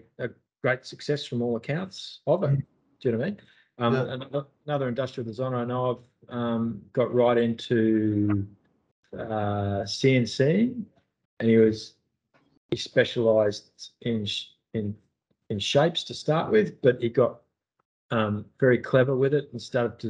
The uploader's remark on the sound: Apologies for the lack of audio and video quality, there was an issue with the recording of this podcast.